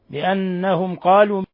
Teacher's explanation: بأنهم قالوا ميم ساكنة جاء بعدها حرف القاف، حكم التجويد إظهار شفوي